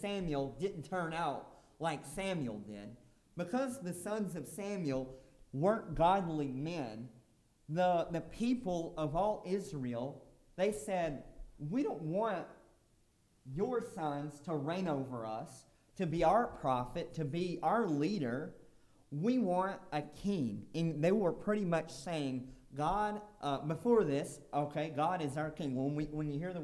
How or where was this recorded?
large echoing room